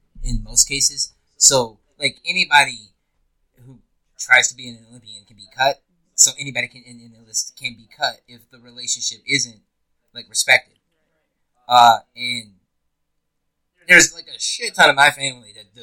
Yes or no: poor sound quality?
yes